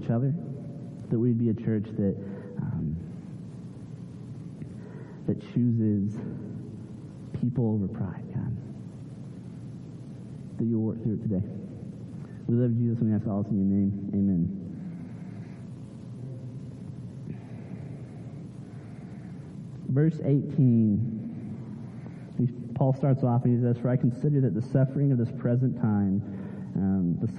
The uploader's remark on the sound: Sorry for the poor audio this week - we are still working out the kinks in our live-stream and recording process.